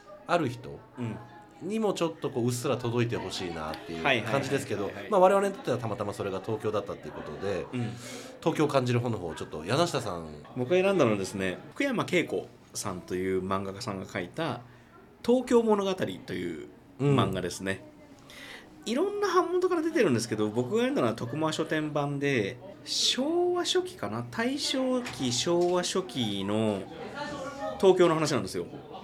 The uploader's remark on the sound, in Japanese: 今回は対面です！東京での収録です！東中野にあるPodcastスタジオとクラフトビールのお店「雑談」にて録りました。